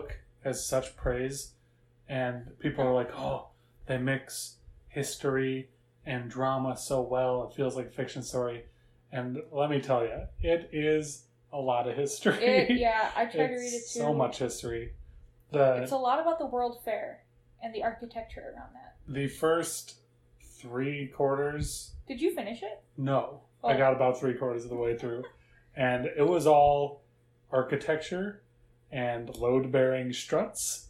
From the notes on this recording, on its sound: Sorry about the sound of wind coming in so often, we had a fan running. We had the AC off.